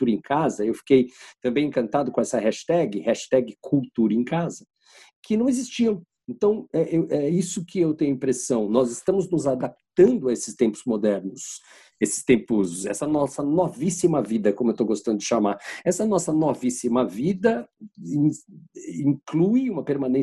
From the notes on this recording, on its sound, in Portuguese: Neste episódio gravado à distância.